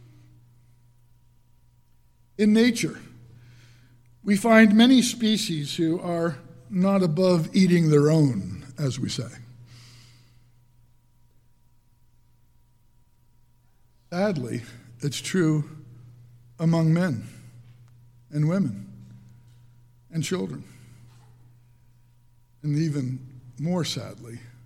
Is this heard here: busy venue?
no